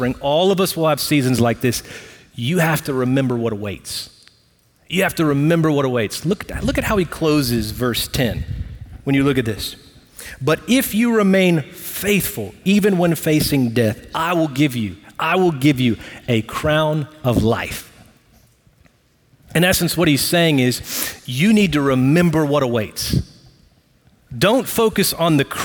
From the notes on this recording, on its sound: Recorded live at Brookwood Church on 08.20.2023.